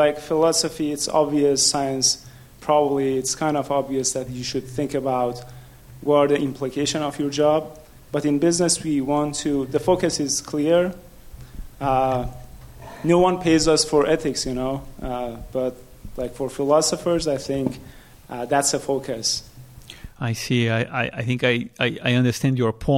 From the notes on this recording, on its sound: Leading voices in philosophy and neuroscience wrap up a conference on the ethics of research using brain organoids with questions from the audience.